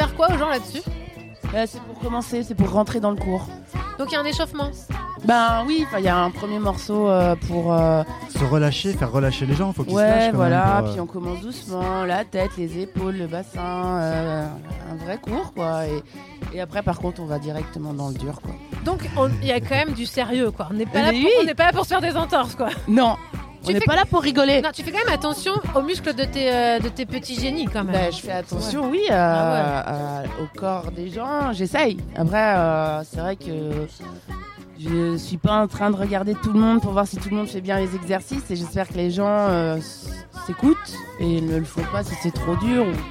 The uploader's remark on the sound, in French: En direct de Bambou canoë au festival ARDÈCHE MEETING. Les Vans (07). Micro trottoir au marché des Vans “c’est quoi l’Ardèche Meeting”.